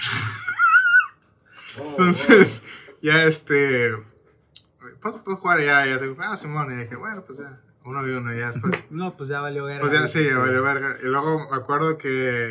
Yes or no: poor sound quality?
yes